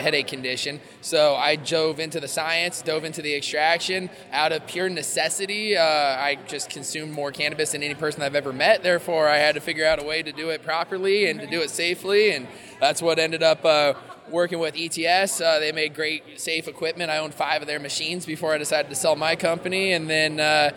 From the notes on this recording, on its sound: From the show floor of MJBizCon 2019.